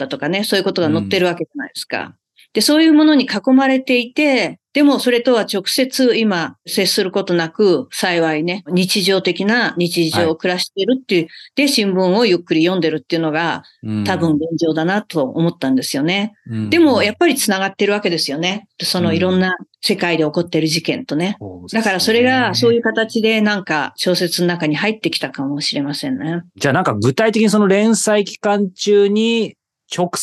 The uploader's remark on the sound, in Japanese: 2023年10月オンライン取材